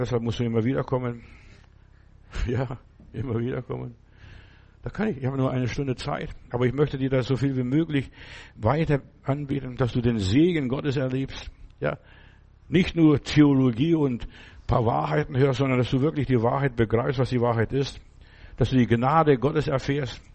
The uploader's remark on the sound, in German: im Gemeinde-Zentrum in Berlin aufgenommen